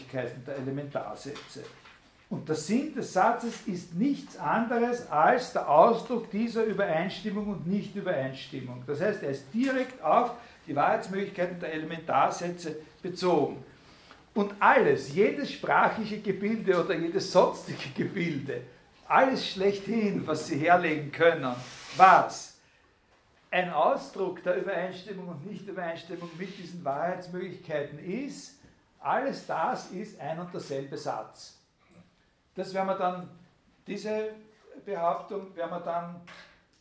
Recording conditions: large echoing room